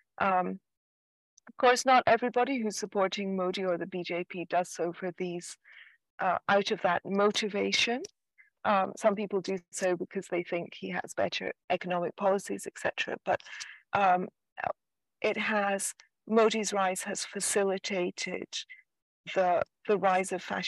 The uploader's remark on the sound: Apologies if the audio is a bit choppy on this one.